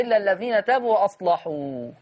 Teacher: أصلحوا غلظ ورش اللام لأنها مفتوحة ومسبوقة بالصاد ساكنة · Term: يغلظ اللام